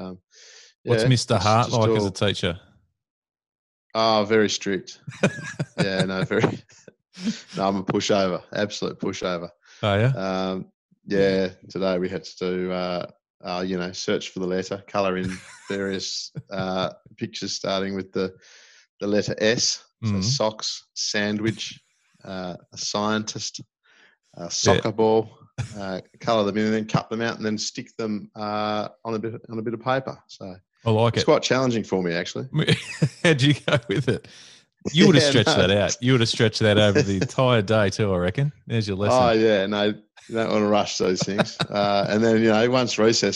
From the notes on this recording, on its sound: The first of many remotely recorded episodes